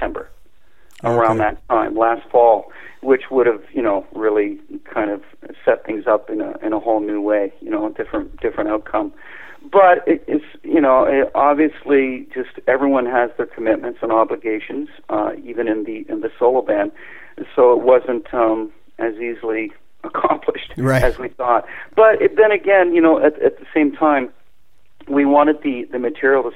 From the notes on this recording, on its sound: called